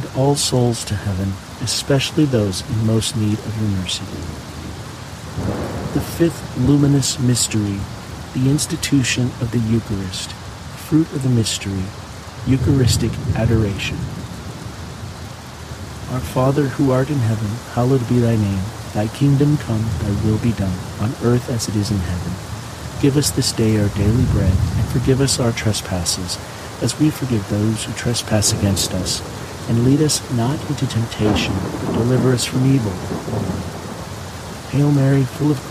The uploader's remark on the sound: HEAVY RAIN. The natural ambient sounds of heavy pouring rain with crackling thunder and lightning will fill your senses with calm and wash away distractions alongside this Thursday rosary.